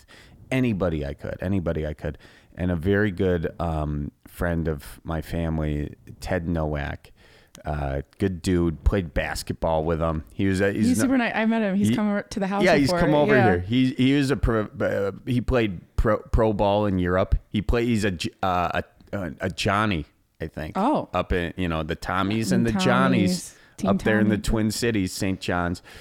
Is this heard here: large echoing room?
no